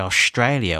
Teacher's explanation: they use like a SH sound in words like Australia and strong